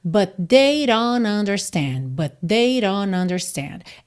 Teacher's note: Aqui nesse don't, nós temos rarara na entrada, ou seja, no D, e o T sumiu completamente. O N é que ligou em understand. Então, tivemos but they don't understand, but they don't understand.